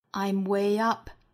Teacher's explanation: when I'm 连读 I'm way up 元音连读加 y